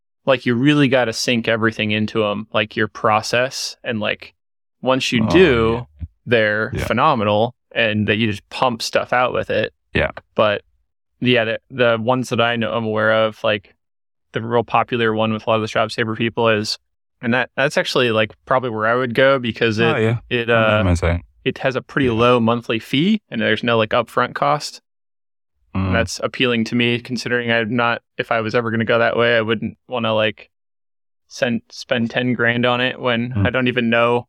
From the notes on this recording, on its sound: stuck in the car at home so please excuse the poor audio this week!